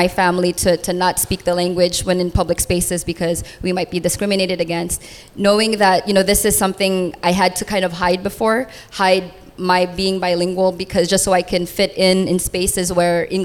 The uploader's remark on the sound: Live at 4E Sydney Hip Hop Conference. Live at Leo Kelly Blacktown Arts Centre.